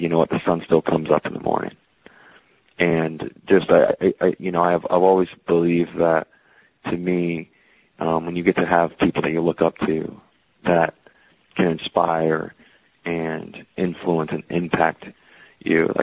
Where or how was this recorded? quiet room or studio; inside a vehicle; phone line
phone line